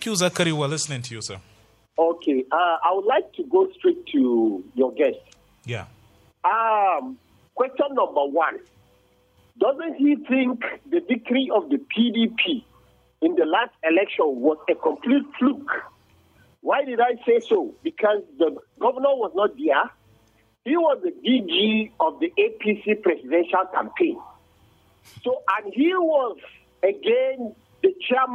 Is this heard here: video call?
no